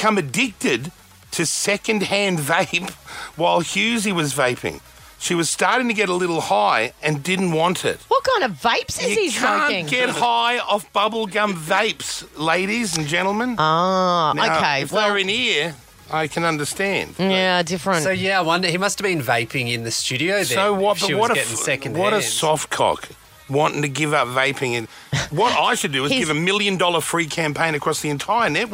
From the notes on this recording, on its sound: Live on air! Call him live on air while he's live on air.